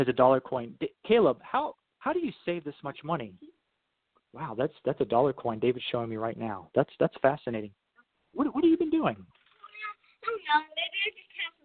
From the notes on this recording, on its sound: we open up the phone lines